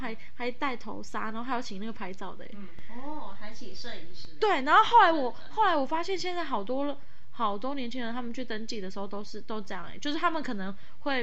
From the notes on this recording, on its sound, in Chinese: 雖然音質爛炸